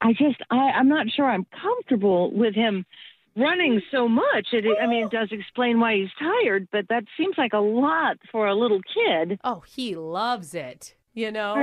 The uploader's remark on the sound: Phone Tap. Calling from the daycare center.